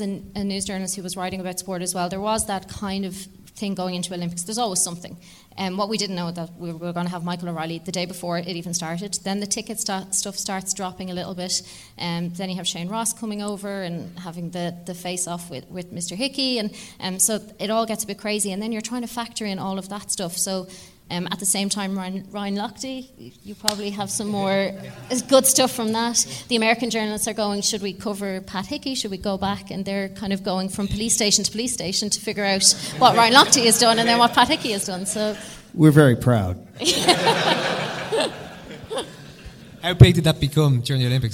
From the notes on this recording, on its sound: SECOND CAPTAINS LIVE FROM LIBERTY HALL THEATRE. Welcome to a very special recording of the show from the historic Liberty Hall Theatre.